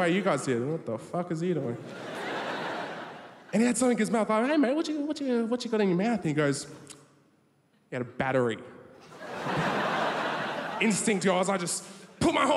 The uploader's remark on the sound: 2016 RAW Comedy National Grand Final. Recorded at the Melbourne International Comedy Festival for SBS 2.